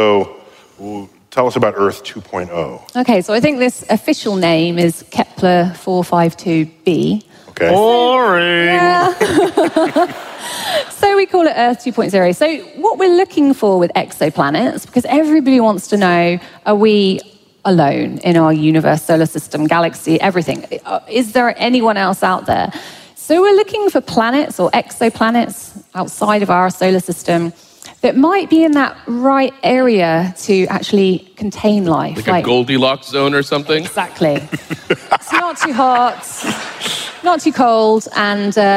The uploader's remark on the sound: Recorded live at the Beacon Theatre in NYC.